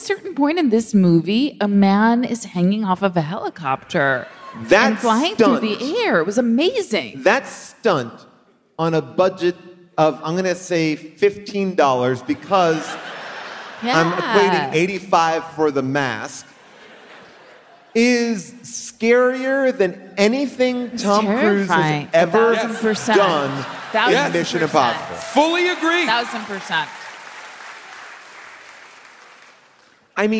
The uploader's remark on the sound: LIVE from the Count Basie in New Jersey